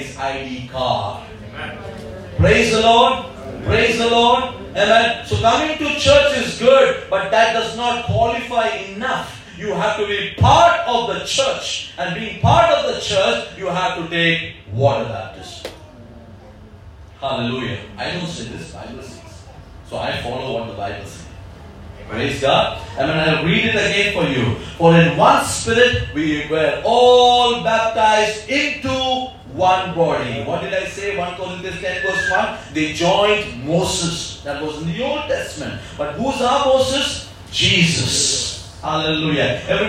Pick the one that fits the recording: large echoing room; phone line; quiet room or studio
large echoing room